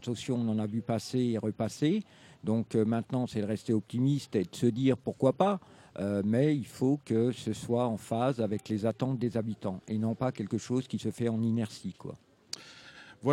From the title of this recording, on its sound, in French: en direct du Drouot pour le premier jour de Scènes de Rue